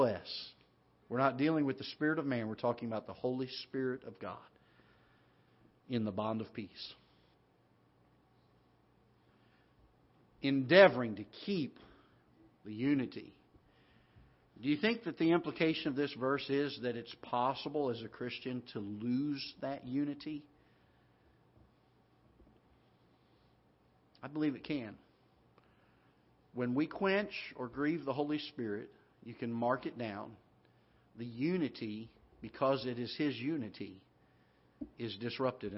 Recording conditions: large echoing room